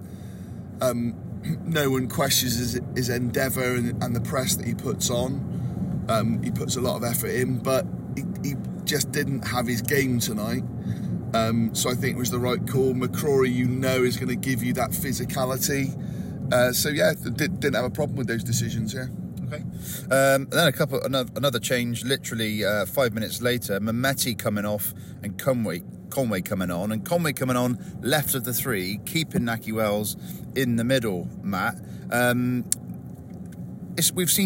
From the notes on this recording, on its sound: A podcast recorded in the car on the way home